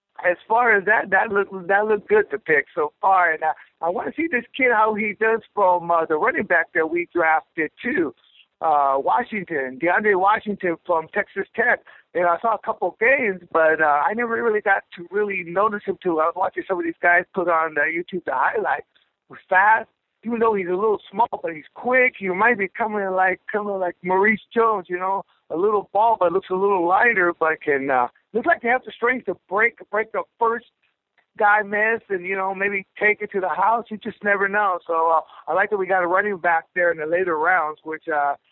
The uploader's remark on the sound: Raider Nation “Boneline” Call-in Segment